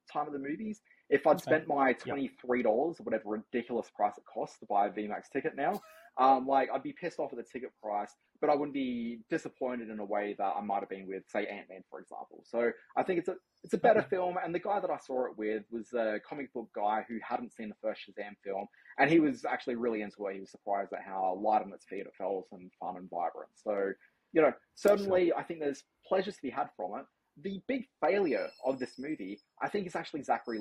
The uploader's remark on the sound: Apologies about the audio in this episode. Had to record via Airpods and the results were not good.